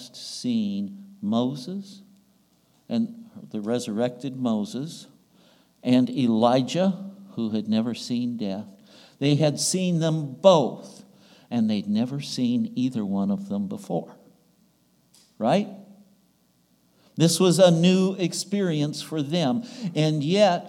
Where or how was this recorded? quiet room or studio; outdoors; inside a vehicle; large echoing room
large echoing room